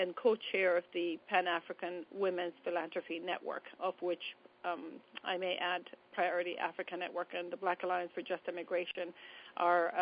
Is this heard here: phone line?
yes